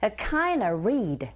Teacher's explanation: A kind of reed. 이때 전치사 of라는 소리 뒤에 v음 소리가 뒤에 나오는 r라는 자음을 만났을 땐 v의 사운드 자체가 약화됩니다. 그래서 우리 귀에 들려지는 소리는 a kind of reed 이렇게 들리게 되고요.